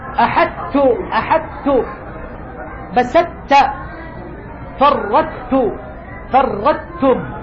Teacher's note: غير أن هذه الأربع الكلمات لما كان الحرف المدغم الواقع أولا وهو الطاء أقوى من التاء لم يكن ليزول تماما ويتلاشى، أدغم الحرف، لكن بقيت صفة من صفاته القوية وهي صفة الإطباق. حرف الطاء قوي، بل قلنا هو أقوى حروف الاستعلاء والإطباق تفخيما، أقوى الحروف تفخيما هو الطاء.